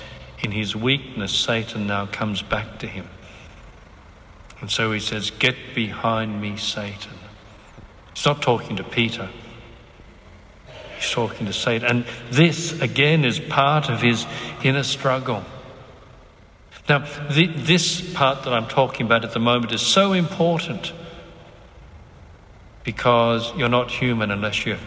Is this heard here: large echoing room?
yes